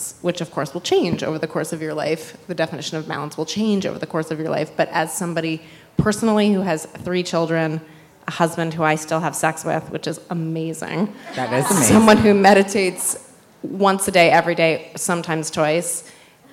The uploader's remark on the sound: Taped LIVE at the 2019 Love Beauty Wellness Festival in Downtown LA.